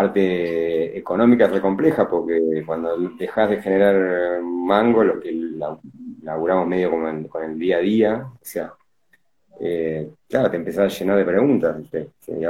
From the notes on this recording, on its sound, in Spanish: Audio extraído de IG LIVE